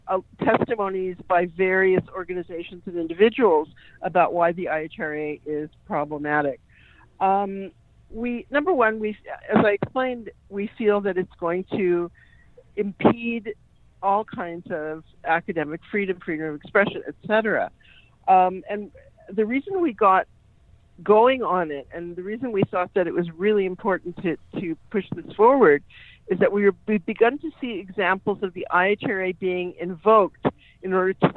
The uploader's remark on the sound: joined me on phone